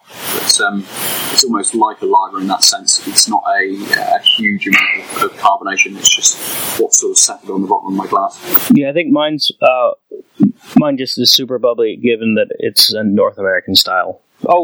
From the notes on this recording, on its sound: This week the pod is plagued by the gremlins that exist in the world of tubes and audio devices. Fair warning the audio is sub-optimal, to say the least. It's listenable, but sadly there are waves of noise. Apologies for the drowning audio.